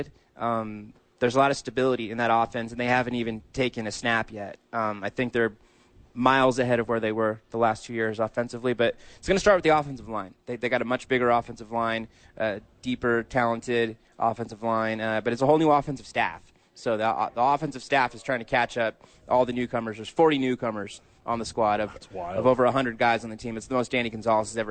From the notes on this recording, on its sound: live from The Duke Store with friends of the show